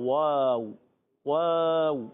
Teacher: वाव दोनों ओटों की गोलाई से अदा होता है